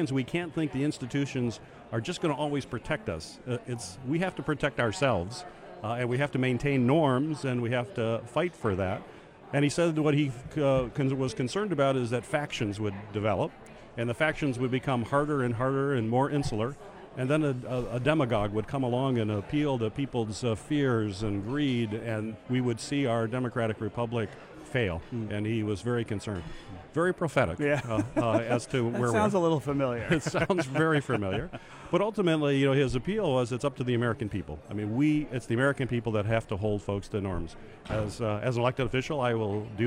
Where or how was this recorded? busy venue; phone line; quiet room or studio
busy venue